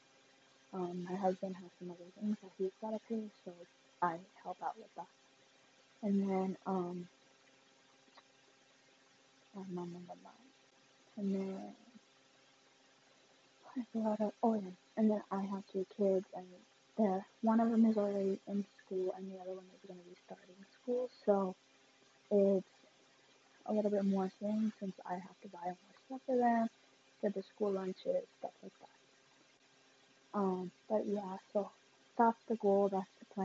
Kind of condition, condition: fault, poor sound quality